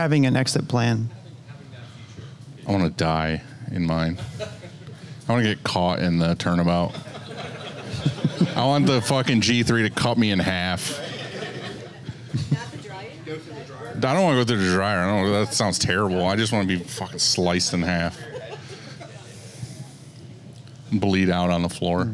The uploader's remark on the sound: Here’s a recording of our Q&A section of the Summer Camp